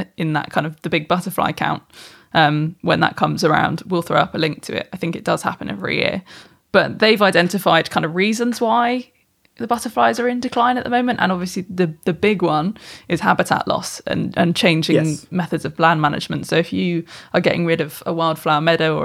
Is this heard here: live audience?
no